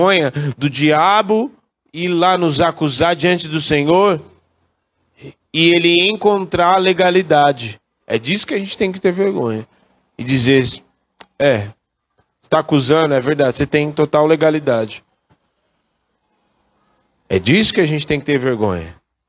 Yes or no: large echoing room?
yes